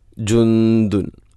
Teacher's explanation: ജുന്ദുല്ലക്കും, അവിടെ ഇഖ്ഫാവും ബിഗുന്ന, സുക്കൂനുള്ള നൂനിന് ശേഷം ദാല്, അപ്പോൾ നൂനിനെ അവ്യക്തമാക്കി മണിക്കണം